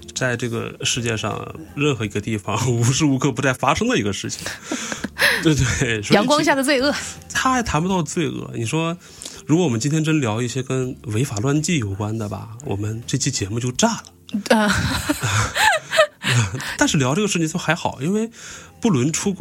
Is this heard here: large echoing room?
no